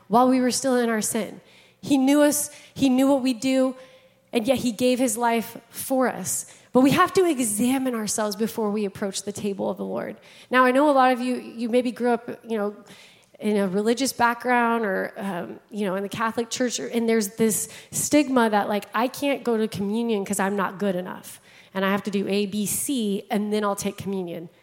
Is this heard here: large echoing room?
yes